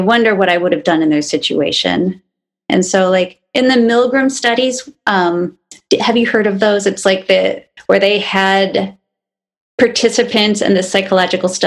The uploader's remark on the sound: via zoom